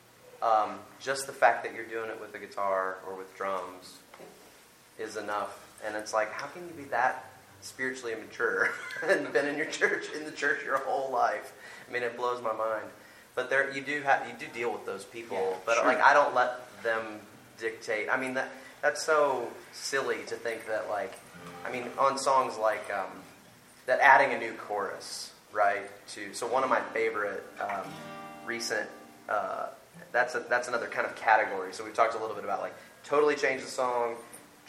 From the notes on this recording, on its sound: Live from the Church of the Nazarene 2017 General Assembly in Indianapolis. Part of the Spirit and Truth mini-conference sponsored by NNU Wesley Center and Nazarene Theological Seminary.